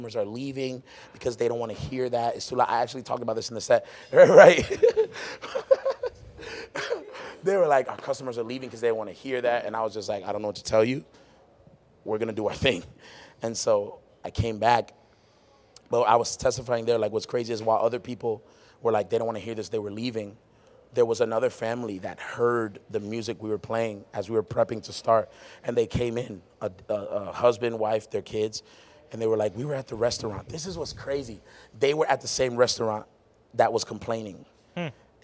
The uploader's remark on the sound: This was our very first live podcast recording right after the live MUSIC recording we had that night!